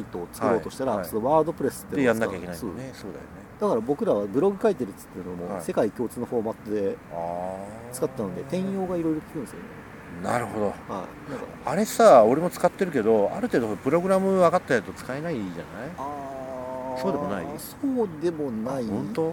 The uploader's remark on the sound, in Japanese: 札幌大通り公園にて行いました。